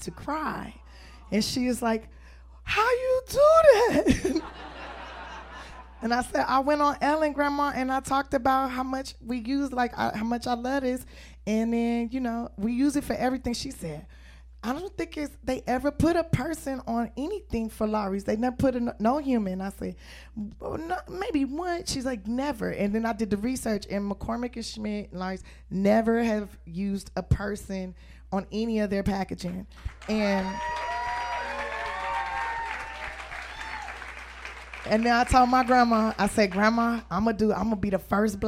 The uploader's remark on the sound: This week we took Hollywood Unlocked Uncensored to the legendary Laugh Factory for a live show